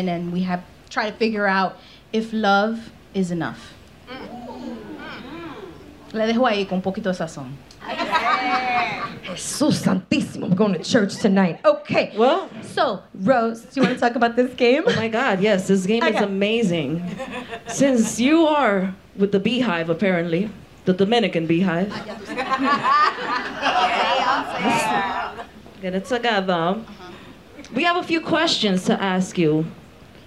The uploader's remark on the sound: Live from The Triad Theatre in New York City. Recorded in front of a live theatre audience.